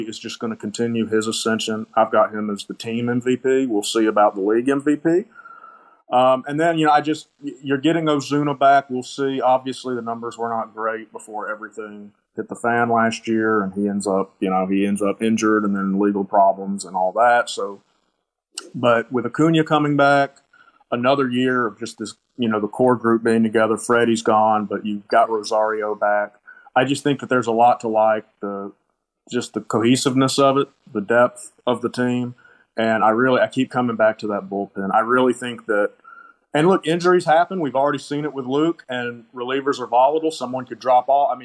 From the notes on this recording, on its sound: a live show on Twitter Spaces